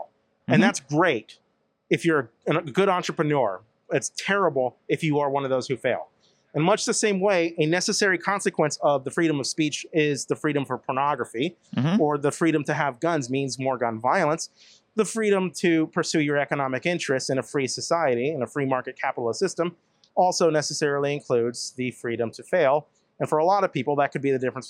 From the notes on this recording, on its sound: At the Better Discourse Conference in Milwaukee. After his contentious panel discussion.